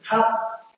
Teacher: cardinal vowel number 14, open mid back unrounded vowel, also used for the RP and cup